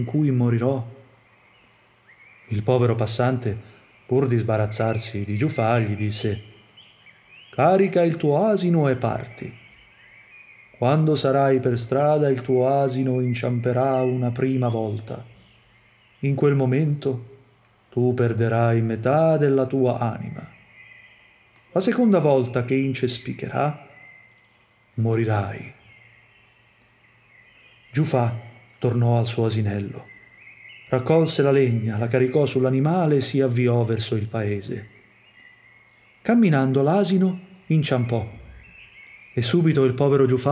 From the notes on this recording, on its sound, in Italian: Field recording di un'alba a Bologna, aprile 2020.